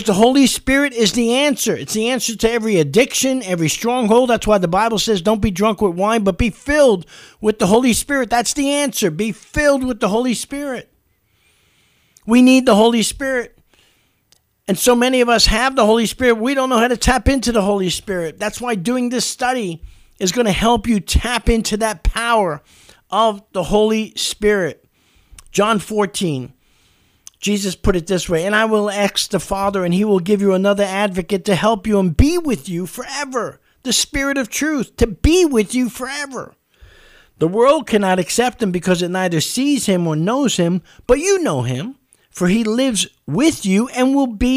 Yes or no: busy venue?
no